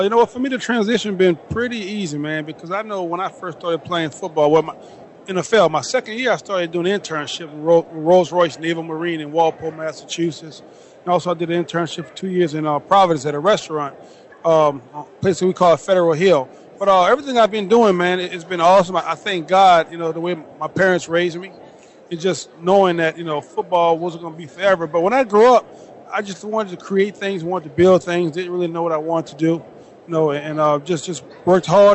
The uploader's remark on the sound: LIVE FEB 2nd 2013 from the Player Networking Event in New Orleans. LIVE from New Orleans Louisiana at super Bowl 47.